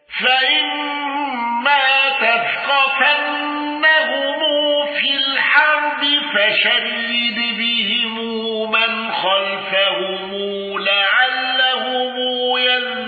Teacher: قارون بصلة ميم الجمع واندرج معه ابن كثير